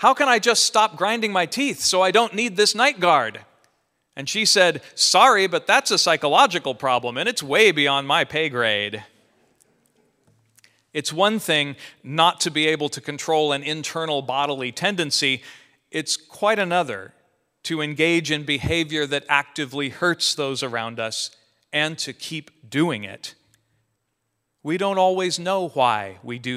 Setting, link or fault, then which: setting, large echoing room